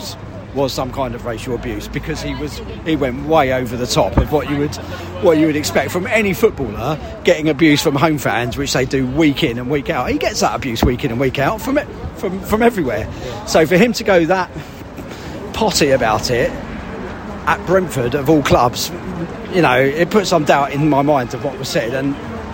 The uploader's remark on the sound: post-match podcast from the stands